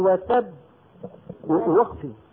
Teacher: هذه الباء الساكنة هاي كانت مفتوحة فحولنا هذه الفتحة الى سكون عند الوقف ففي الوصل انا كنت عن بنطق باءين باء ساكنة نعم وباء مفتوحة في الوقف صرت عم بنطق كمان باءين باء ساكنة مدغمة غير مقلقلة وباء ساكنة مقلقلة.